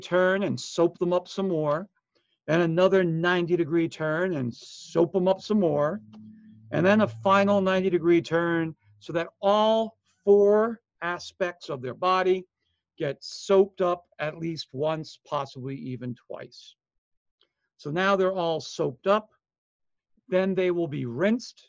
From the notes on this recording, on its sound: Online Session Audio